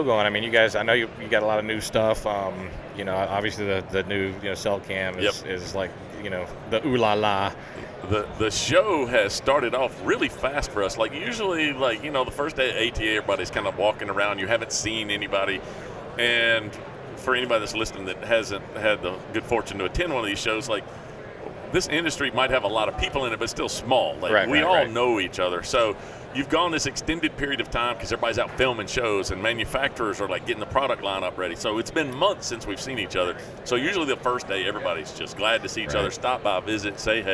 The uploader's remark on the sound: ATA 2020. At the ATA Show in Indianapolis, IN during the Browning Trail Cameras takeover of The Break Podcast.